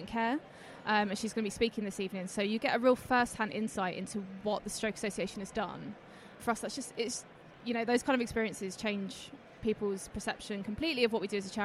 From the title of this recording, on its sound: Live from event night with the Stroke Association